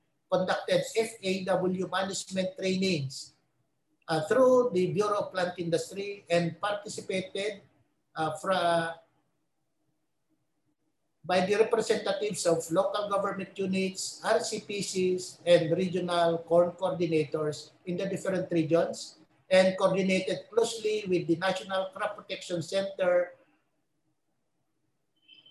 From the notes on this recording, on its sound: In this webinar